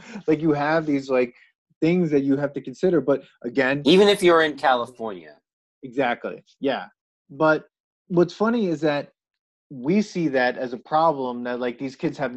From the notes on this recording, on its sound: We recorded this on June 28th, 2020 on Zoom so there are small sound discrepancies and tech issues